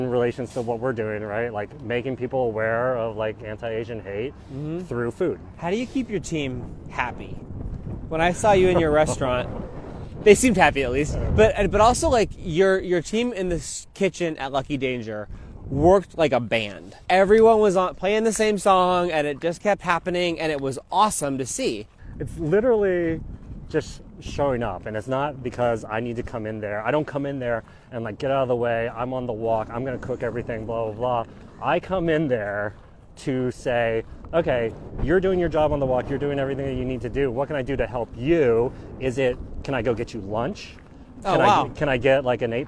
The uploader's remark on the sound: Walk A Mile is recorded while taking a one-mile walk with interesting and inspiring people. Each have a microphone, their most comfortable walking shoes, and endless possibilities for conversation.